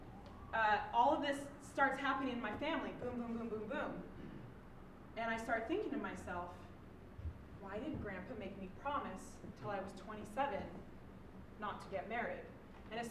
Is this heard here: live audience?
yes